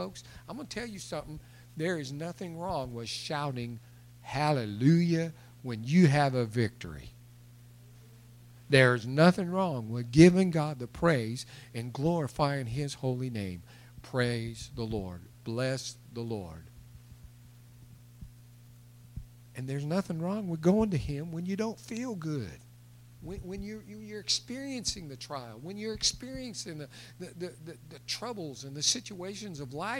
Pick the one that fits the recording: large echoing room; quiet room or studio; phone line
large echoing room